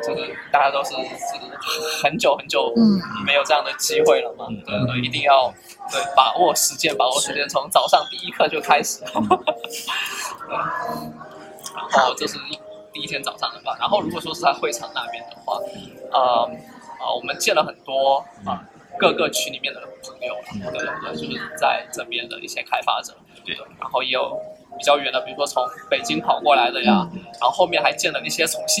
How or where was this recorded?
busy venue